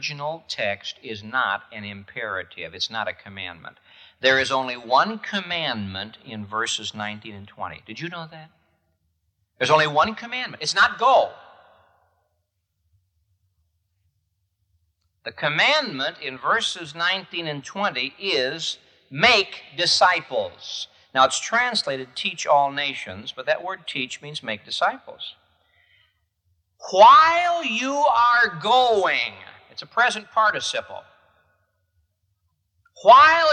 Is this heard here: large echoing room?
yes